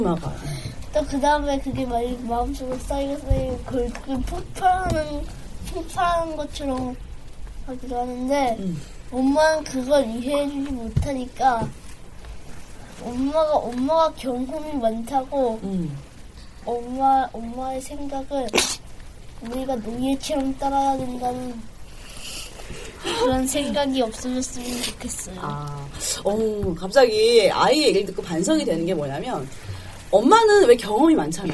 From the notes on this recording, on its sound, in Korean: 인터넷라디오 방송이 시작된이래 최고로 많은 인원이 최고로 시끌거리는 녹음을 무사히 마쳤습니다. 진관동 은빛초등학교에 다니고 있는 학생들과 학부모님들이 방학을 맞아 특별한 추억을 만들고자 방송국을 찾았는데요. 녹음실은 그야말로 폭풍의 현장이었습니다.